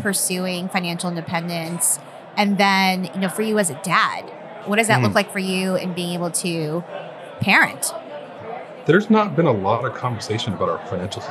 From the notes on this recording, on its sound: We are coming to you LIVE from Fincon 2023 in New Orleans